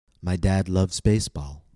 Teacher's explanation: I stressed baseball because almost all of the information was new. So following the general rule we learned last week, I stress the last content word in the phrase.